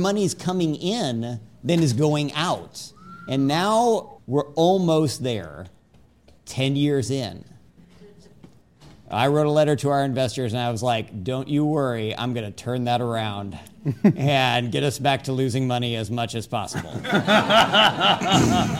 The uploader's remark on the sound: Recorded for a live audience at Capital Factory.